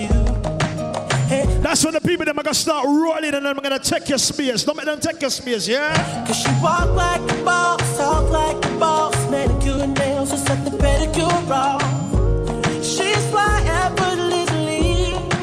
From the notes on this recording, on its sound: Live recording. Worl Ah Girls (WAG FEST).